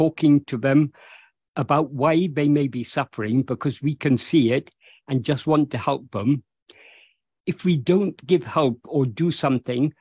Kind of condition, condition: link, video call